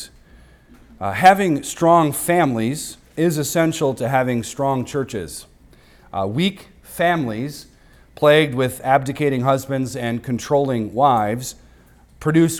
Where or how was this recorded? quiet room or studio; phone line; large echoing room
large echoing room